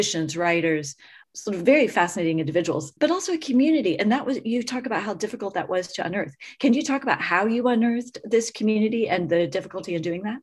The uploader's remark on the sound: by Zoom, for today’s Austen Connection podcast